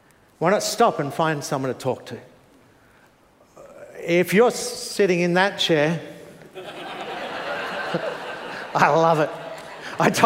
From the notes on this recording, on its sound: Preached 9am service